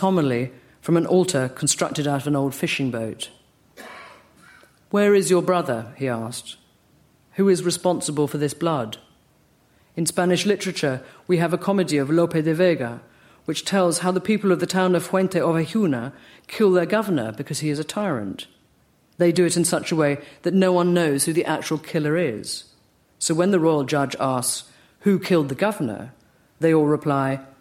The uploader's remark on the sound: LRB Winter Lecture delivered at the British Museum